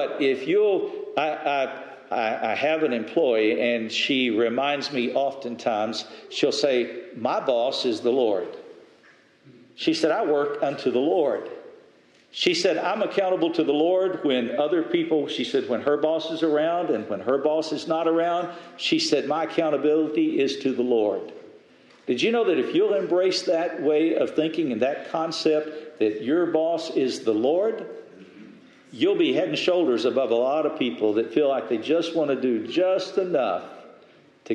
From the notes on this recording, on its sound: Message delivered Sunday, April 23, 2023 at Mt Carmel Primitive Baptist Church, Bel Air